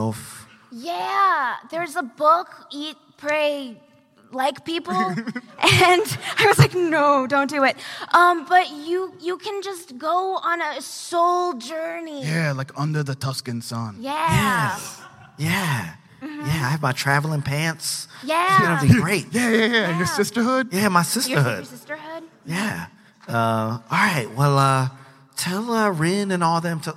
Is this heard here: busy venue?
yes